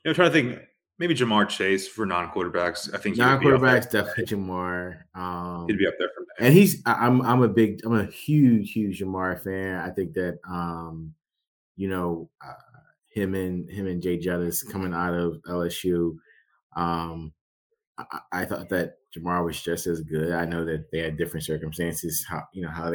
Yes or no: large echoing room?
no